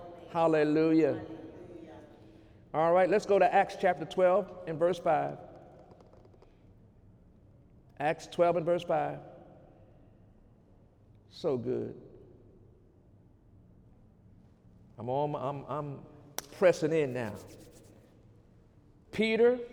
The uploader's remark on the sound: During Sunday morning service on March 10, 2019